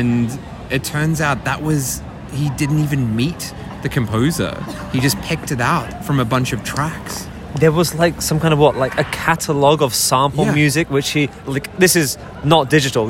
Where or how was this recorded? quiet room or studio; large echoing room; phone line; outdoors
outdoors